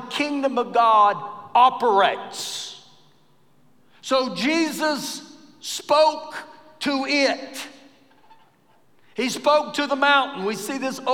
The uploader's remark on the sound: Recorded live during our Wednesday night service.